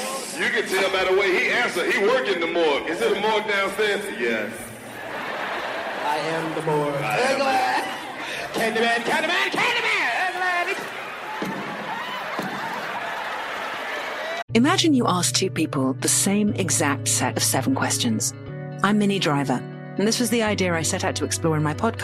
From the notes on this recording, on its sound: Its a live comedy special from the vault!